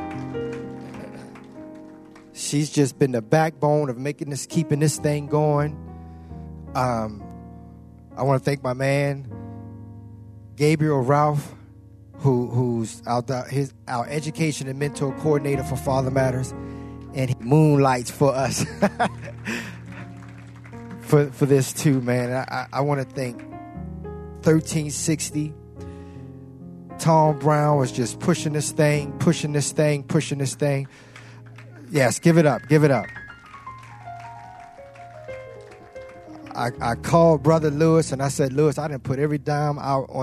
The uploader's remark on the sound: A live recording from Father Matters Father Fest Conference.